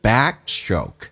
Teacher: back 的 k 是不用发音，因为两个辅音只用发后面一个，同时 stroke 那个 tr 要浊化成 dr，就变成 backstroke，气流阻塞一下， backstroke.